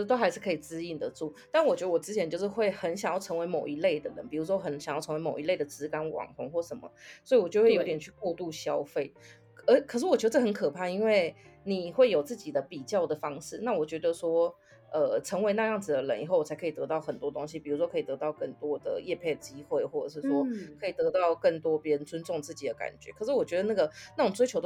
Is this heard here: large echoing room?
no